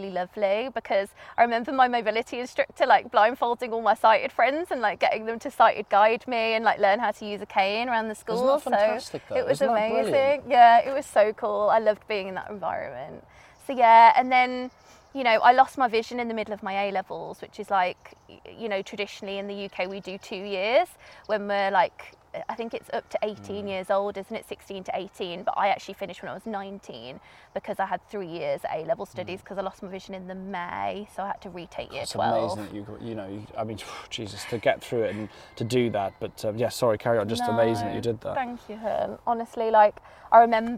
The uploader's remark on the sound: conversation this week in South Loughton Valley Park